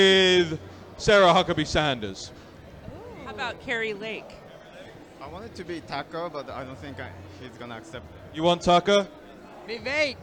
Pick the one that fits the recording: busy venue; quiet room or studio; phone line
busy venue